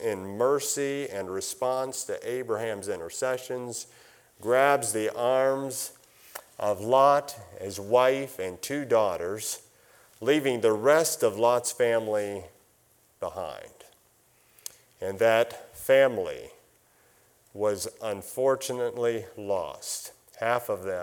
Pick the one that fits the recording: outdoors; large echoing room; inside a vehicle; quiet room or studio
large echoing room